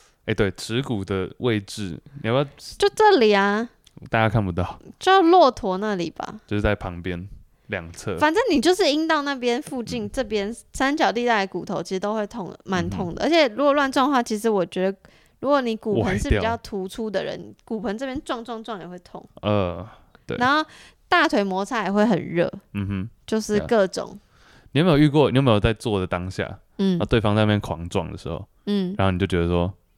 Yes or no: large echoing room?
no